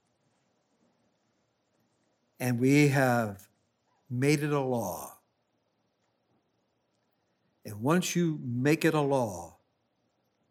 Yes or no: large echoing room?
yes